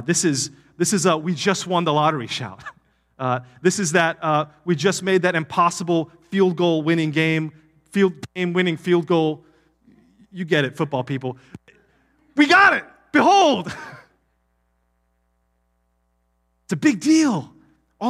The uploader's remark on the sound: Palm Vista Community Church Live Stream on August 27th, 2023